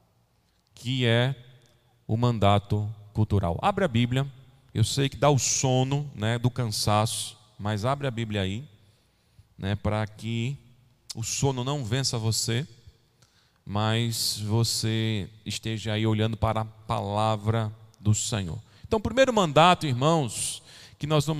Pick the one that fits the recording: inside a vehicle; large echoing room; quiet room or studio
large echoing room